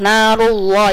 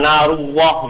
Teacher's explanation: Taglid itu menebalkan suara lamnya. · Shown in: first take